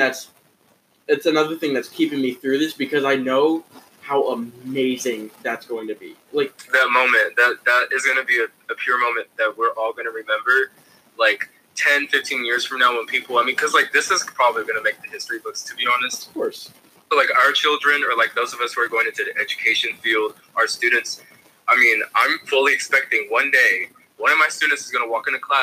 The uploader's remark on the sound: The (first) Social Distancing Episode. Apologies for the shoddy audio!